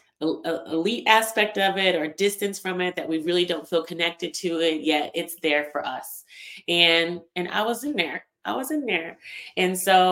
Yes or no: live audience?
no